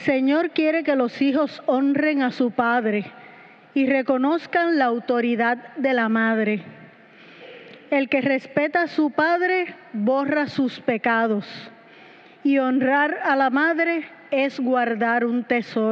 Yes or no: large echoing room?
yes